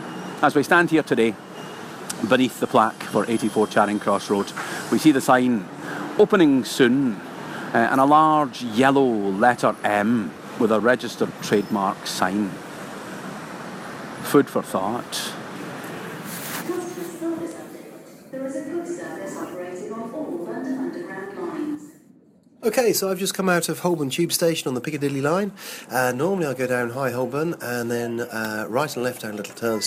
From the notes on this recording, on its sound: This podcast was recorded on location in London.